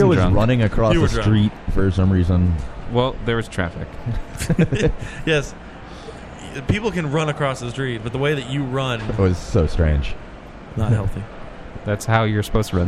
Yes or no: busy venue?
yes